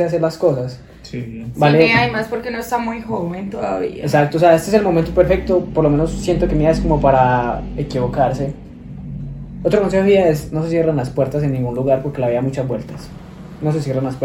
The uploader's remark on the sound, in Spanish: Como siempre, perdón por la calidad del audio.